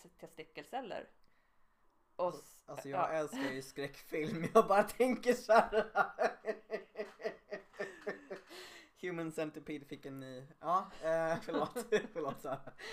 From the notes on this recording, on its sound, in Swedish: Ljudet på själva konversationen i detta avsnitt är lite lågt, detta för att ljudansvarig inte riktigt lärt sig det här med ljudnivåer ännu.